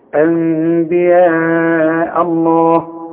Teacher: ما اقولهاش ميم كامل. يحصل في الشفايف انفراج. عشان يحصل الاخفاء. واغن. · Term: اقلاب مع الاخفاء مع الغنة